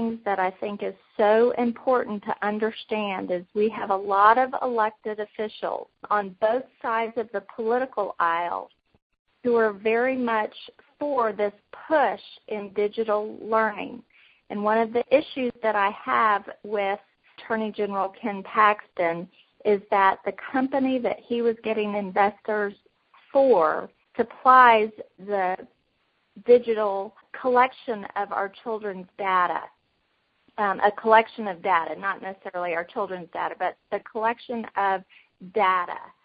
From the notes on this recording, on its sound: Women On the Wall Conference Call